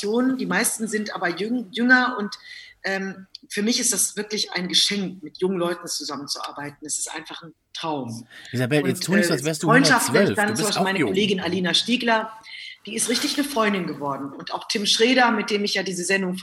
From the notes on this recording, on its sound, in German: Noch experimitieren wir und unsere Housegäste mit den technischen Möglichkeiten... Diesmal war es ZOOM. Hier und da ein Klicken und Knacken.